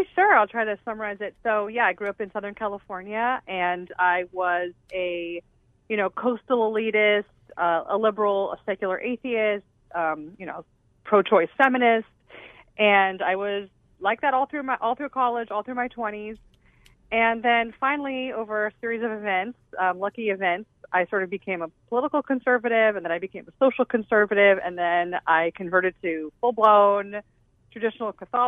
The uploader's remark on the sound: by phone